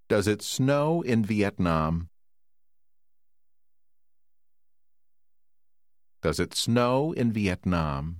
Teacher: Từ ở giữa câu có âm O dài như trong từ No.